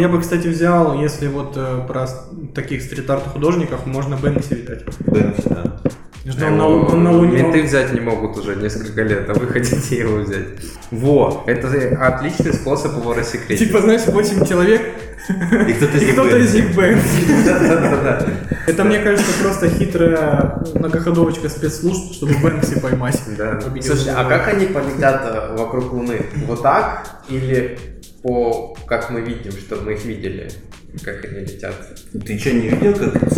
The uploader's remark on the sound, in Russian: Пилотный выпуск, в котором всё пошло неправильно. Приносим извинения за звук и обещаем исправиться.